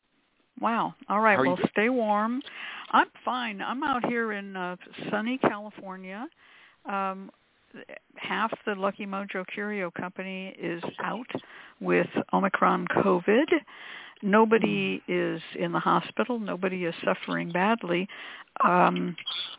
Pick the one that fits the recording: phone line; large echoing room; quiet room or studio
phone line